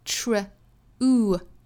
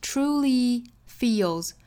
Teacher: 注意里头这个卷舌的 r 的发音